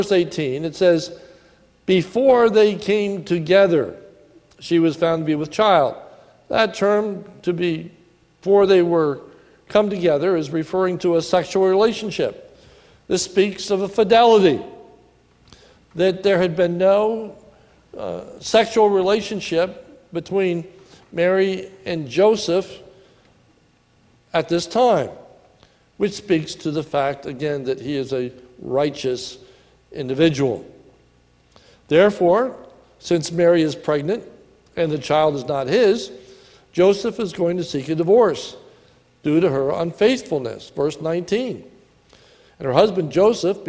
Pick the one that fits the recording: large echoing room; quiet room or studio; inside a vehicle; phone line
large echoing room